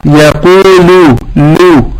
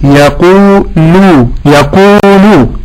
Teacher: ترقيق اللام في يقول وضم الشفتين عند النطق بها · Shown in: second take